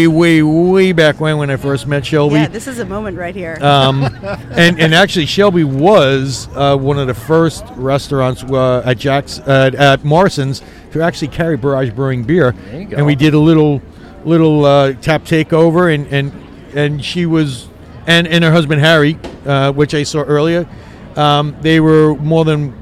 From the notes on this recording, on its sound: LIVE at Blue Point Cask Fest 2021. Unfortunately the gas generator kicks and they didn't get all the interviews they wanted.